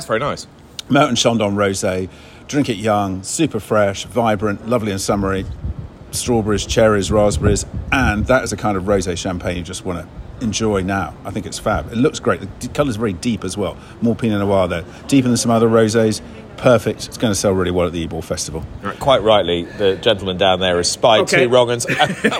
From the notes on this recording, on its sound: At York for the first day of the Ebor Festival.